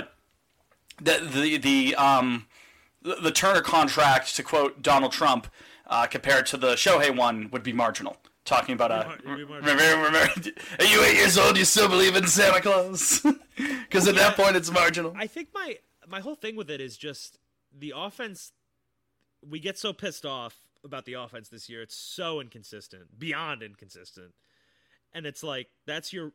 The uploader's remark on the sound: It's kind of a crappy sounding episode (sorry about that, idk what happened during recording).